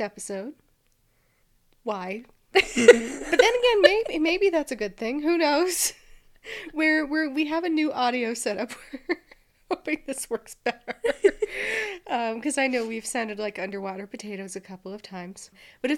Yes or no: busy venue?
no